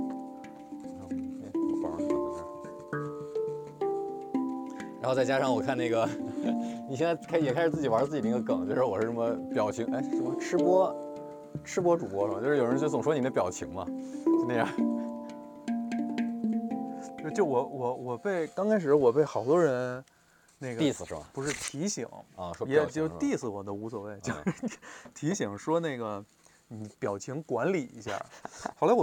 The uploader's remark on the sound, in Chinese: 因为这个系列都是在街头录制，所以全程伴随着街头环境音；音量大小有所起伏， 请注意调节收听音量。本次walk with 路线：小安澜营三条-杨梅竹斜街-大栅栏步行街-鲜鱼口大街-西兴隆街。